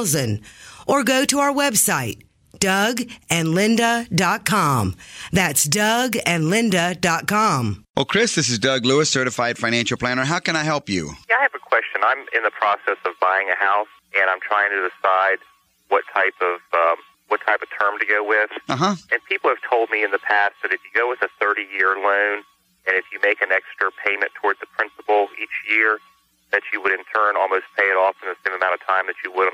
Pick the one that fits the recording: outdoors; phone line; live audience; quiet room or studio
phone line